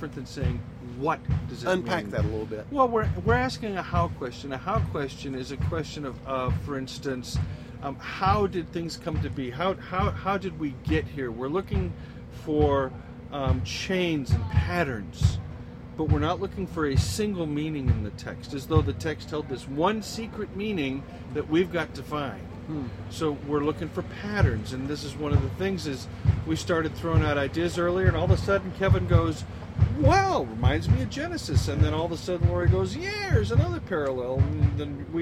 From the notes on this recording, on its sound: podcast from the Wild Goose Festival